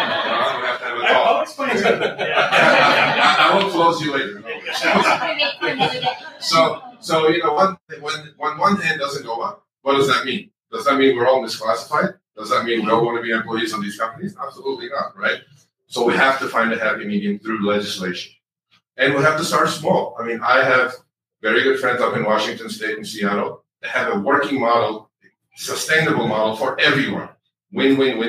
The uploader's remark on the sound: Gig Worker Town Hall Event | Denver, Colorado (August 5th, 2023). GiG Worker Town Hall LiVE.